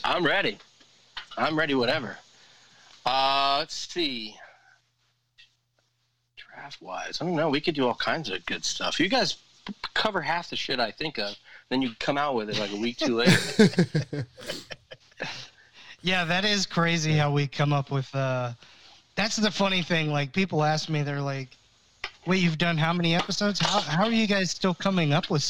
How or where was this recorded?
phone line